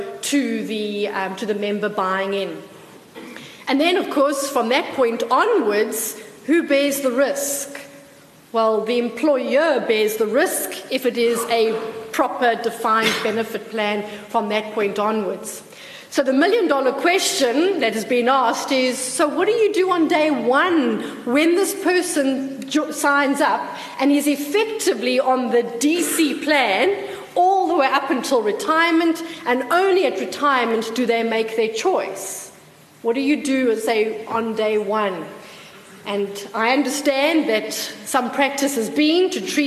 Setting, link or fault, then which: setting, live audience